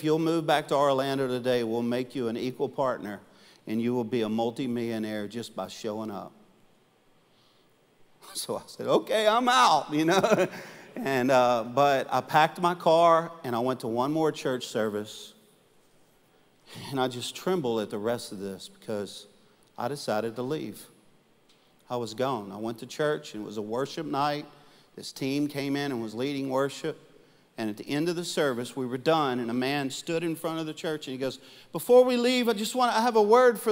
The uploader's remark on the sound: Live Recording